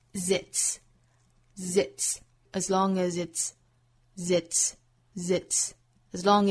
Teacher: as, as, as long as, as long as,后面 as 再跟 its 连读就是 zits,因为我们知道 as 的发音是 as,后面这个 s 啊是浊辅音的 z,再跟后面的 its 连读就是 zits